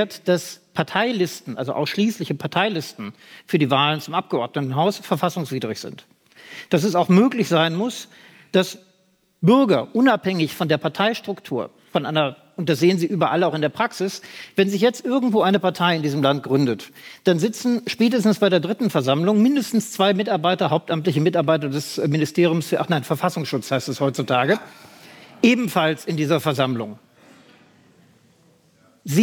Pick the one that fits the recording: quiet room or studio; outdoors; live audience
live audience